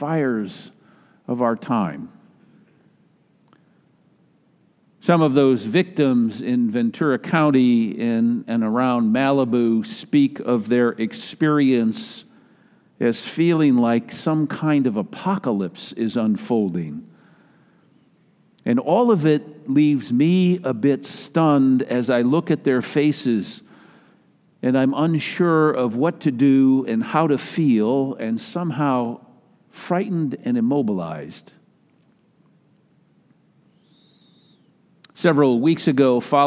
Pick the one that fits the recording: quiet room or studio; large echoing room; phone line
large echoing room